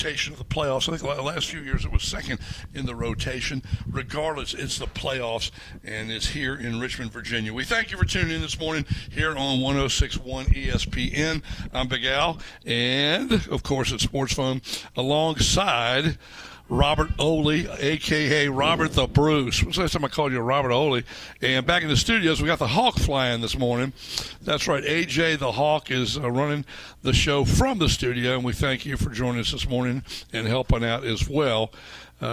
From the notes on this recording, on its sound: live at the Country Club of Virginia for the Dominion Energy Charity Classic